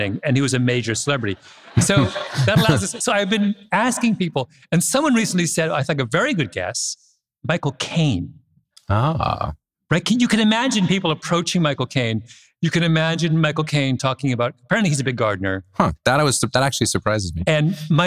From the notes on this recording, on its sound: in Boston, MA, at an event organized by the Harvard Bookstore